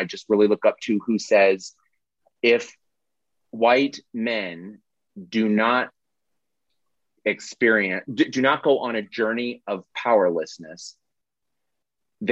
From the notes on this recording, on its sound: This is the audio replay of the monthly Zoomy Zoom